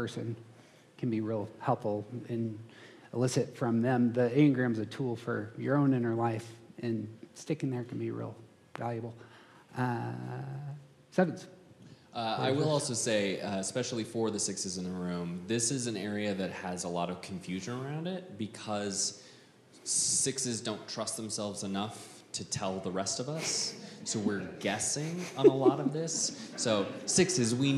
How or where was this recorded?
live audience